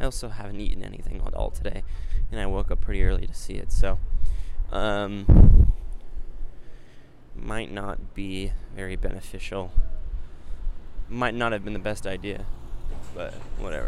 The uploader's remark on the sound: Sorry for the windy parts. Should have brought a sock.